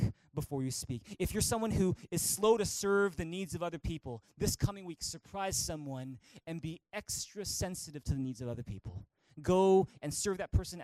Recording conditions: large echoing room